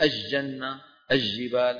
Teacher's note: ومن عادتنا فيما نرى ونسمع أن الناس العرب في الدول العربية المعاصرة يعني لا يخطئون في هذا المبحث إلا في حرف الجيم، خاصة في البلاد الشامية وما شابهها، فيجعلون اللام في الجبال أو الجنة يجعلونها شمسية، فيقولون الجنة الجبال، هذا الحرف الوحيد الذي سمعت الناس يخطئون به إن لم يتعلموا، فاللام عند الجيم قمرية وليس شمسية.